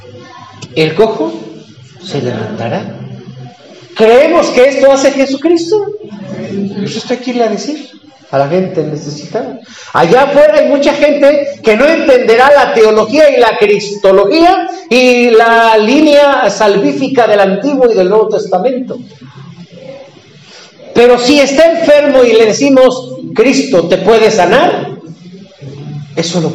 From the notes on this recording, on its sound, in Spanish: Predica del culto matutino del 30 de julio del 2023